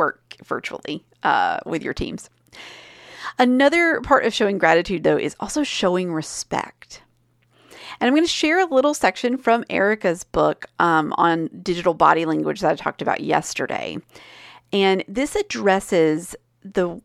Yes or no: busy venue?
no